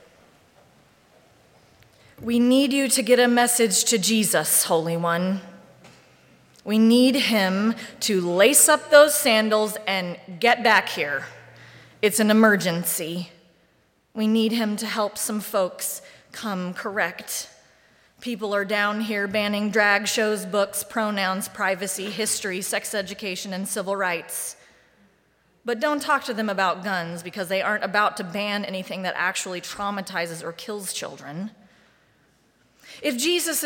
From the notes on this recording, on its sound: Live Streamed from the sanctuary of Mayflower Congregational UCC Church in Oklahoma City.